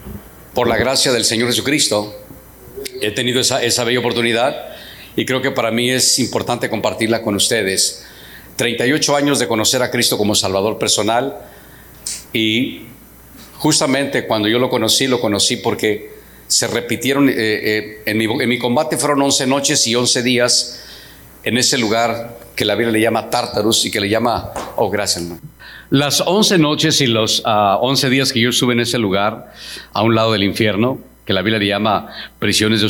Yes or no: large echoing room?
yes